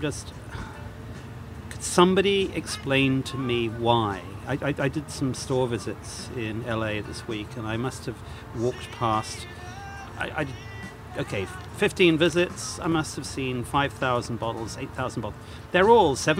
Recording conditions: busy venue